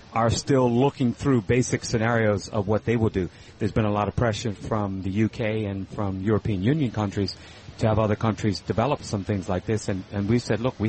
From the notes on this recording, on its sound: Broadcasting live from Elbow Beach Bermuda.